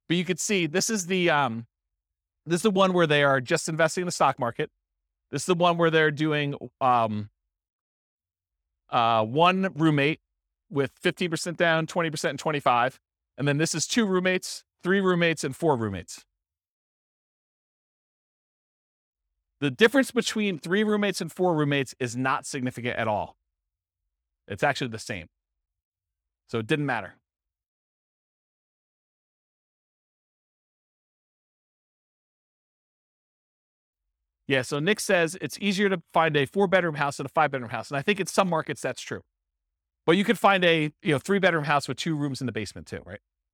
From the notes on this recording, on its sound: This was a live class recorded